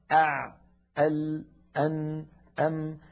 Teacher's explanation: لما يكون الحرف بينيا وساكنا من حروف لن عمر أع أل أن أم يكون زمنه أقصر من زمن الحرف الرخو · Term: الحرف البيني